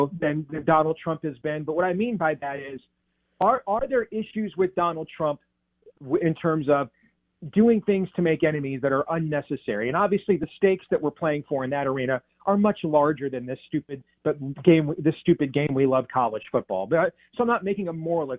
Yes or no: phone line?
yes